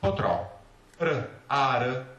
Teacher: the vibration of the tongue must be one